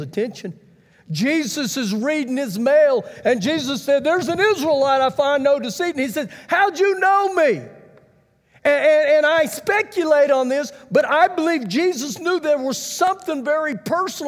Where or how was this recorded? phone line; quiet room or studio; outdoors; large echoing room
large echoing room